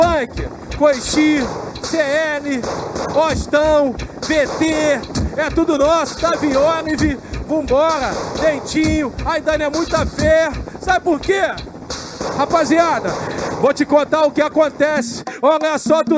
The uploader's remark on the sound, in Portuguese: Ao vivo na Roda de Funk. Live entre Amigos e Convidados.